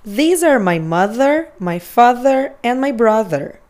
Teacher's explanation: O segundo som do TH deve ser feito também encostando a ponta da língua nos dentes da frente, porém fazendo as nossas cordas vocais vibrarem dessa forma. É para dar aquela coceirinha na boca mesmo.